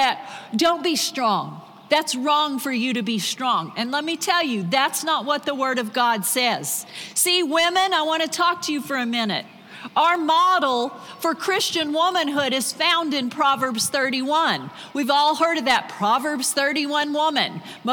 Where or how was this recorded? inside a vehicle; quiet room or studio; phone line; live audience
live audience